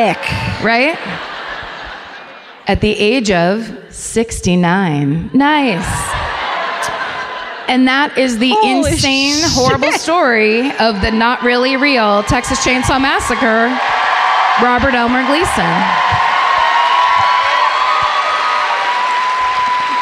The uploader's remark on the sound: Live in Austin.